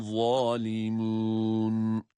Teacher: Za kalın peltek ve meddi tabiiyle.